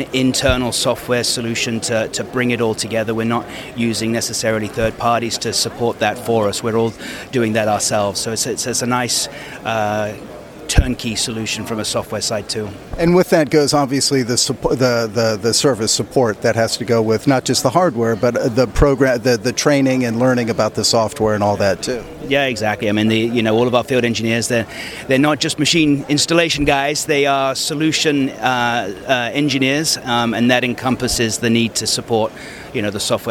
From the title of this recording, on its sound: At APEX 2023 – EMSNOW & SCOOP On Location